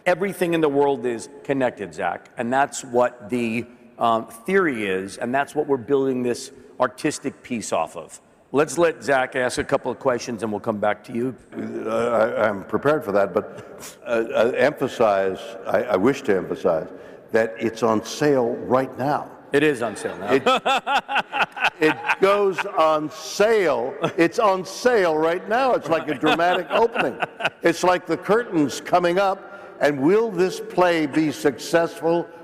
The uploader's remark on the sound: A Consensus 2023 panel